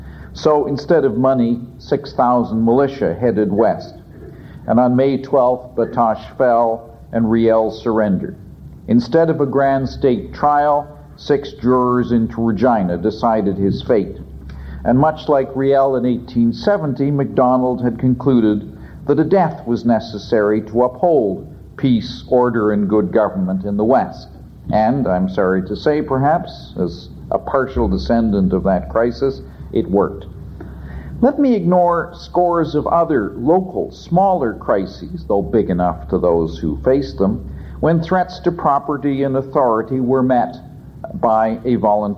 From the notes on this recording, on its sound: Presentation of the conference panel